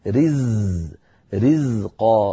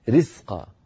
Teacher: الزاي يا أختنا الكريمة حرف مجهور وليس مهموس، إن همسنا الزاي صارت أقرب إلى السين